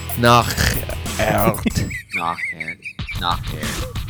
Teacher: But in the French, you know how French the R is back there in the back of your throat